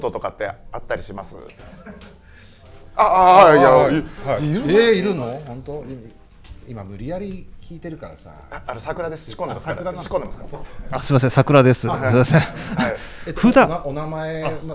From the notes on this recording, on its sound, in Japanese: 今週はスナックぬれずきんを開催した際に行なった公開収録の模様をお届け！新宿区某所にあるプライベートサウナ 【COMANAI SAUNA】 でのトーク。リスナーの方々にもご参加いただいてます！